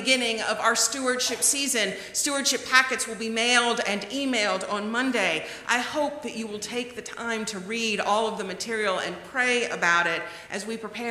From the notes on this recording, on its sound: The conversation is followed by the prayers, music, and sermon from Sunday's livestream service. Recorded live each week at First Pres in beautiful historic downtown New Bern, North Carolina. First Presbyterian Church, New Bern, North Carolina, established in 1817.